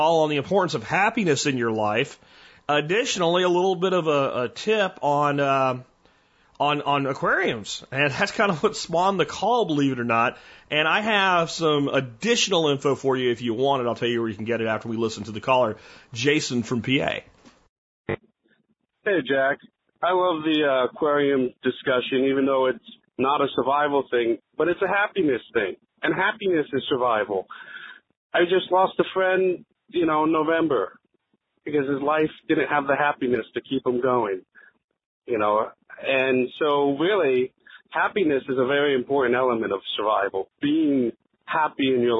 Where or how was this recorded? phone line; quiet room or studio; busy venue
phone line